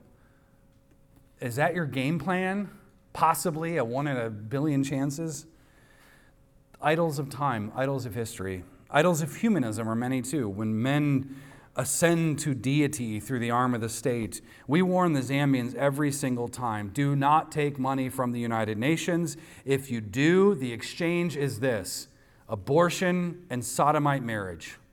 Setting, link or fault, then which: setting, live audience